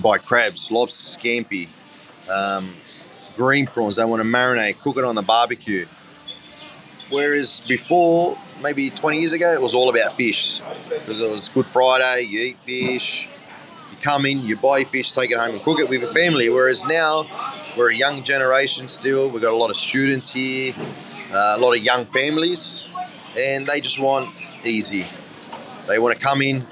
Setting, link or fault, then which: setting, busy venue